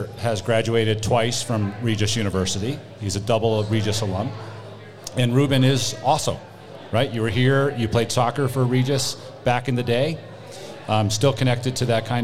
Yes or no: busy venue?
yes